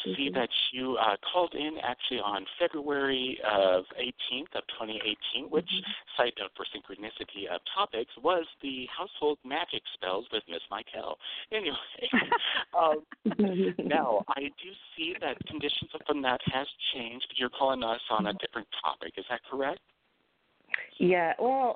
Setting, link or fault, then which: link, phone line